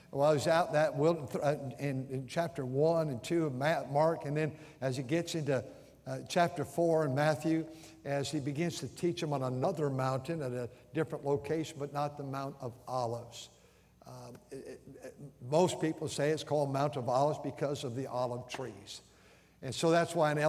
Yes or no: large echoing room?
yes